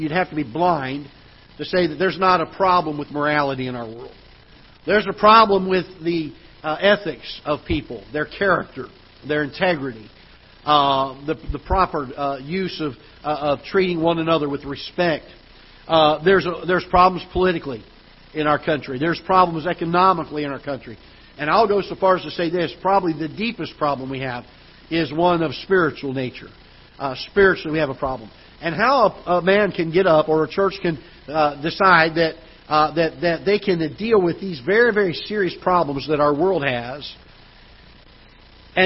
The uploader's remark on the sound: Ketha Heights Baptist Church ~ Live Broadcast